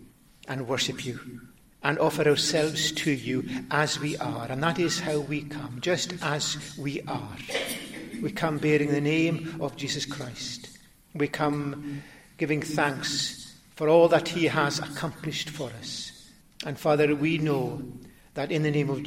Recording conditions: large echoing room